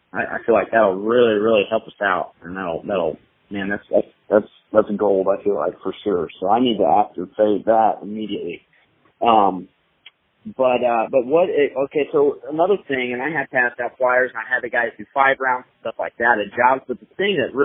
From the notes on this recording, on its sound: Live Coaching Call With A Growing Business